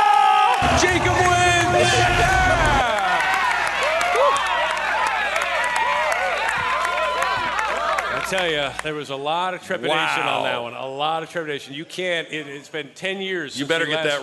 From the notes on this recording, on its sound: Live from Hail Varsity Club. A young listener joins the guys on stage. Live Q&A with fans.